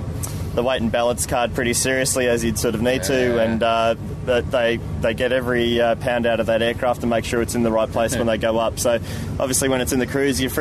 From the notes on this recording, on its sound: The boys have spent the week at Avalon 2013 and are recording this OzDesk segment at the end of Day 6, the last day of the show. They're rather exhausted, somewhat deaf and a bit sunburnt so it must have been an awesome airshow indeed.